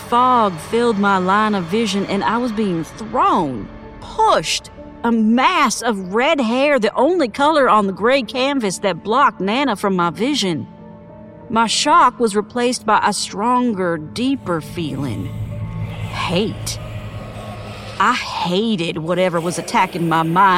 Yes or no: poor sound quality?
no